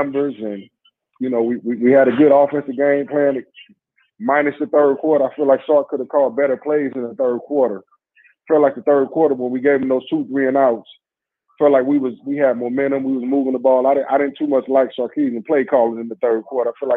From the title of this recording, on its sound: Post Game Call-In Show